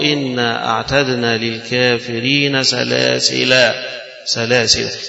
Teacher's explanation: فيقرأها بالتنوين وصلا وبالألف وقفا